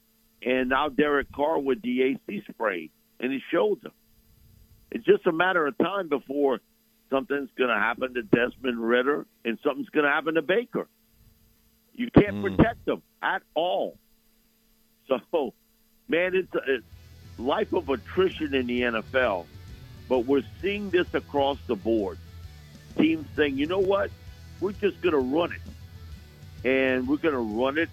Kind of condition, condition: link, phone line